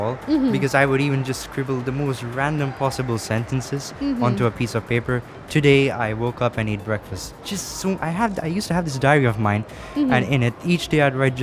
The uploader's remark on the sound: Live from SIBF 2022